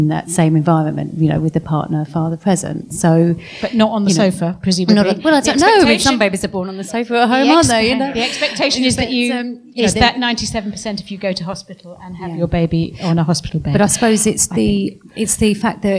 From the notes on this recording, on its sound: A live episode recorded at effraspace